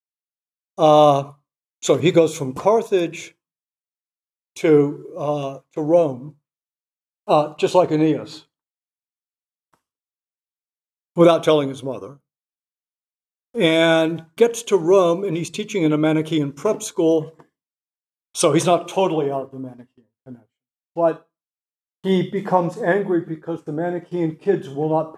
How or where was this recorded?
large echoing room